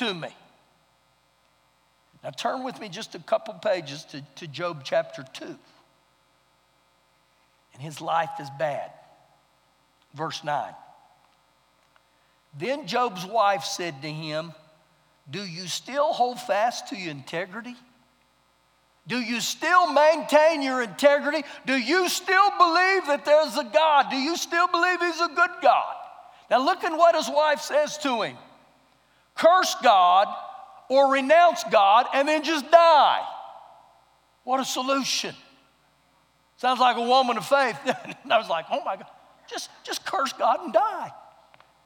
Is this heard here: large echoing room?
yes